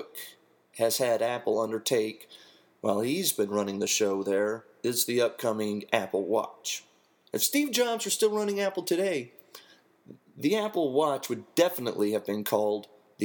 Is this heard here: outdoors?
no